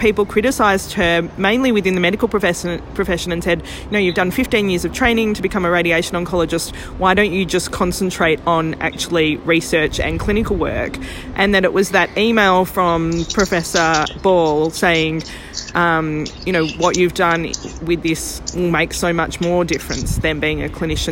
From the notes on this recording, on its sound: Episode 36 live from Giant Steps 19. Live in Melbourne at Safer Care Victoria Giant Steps.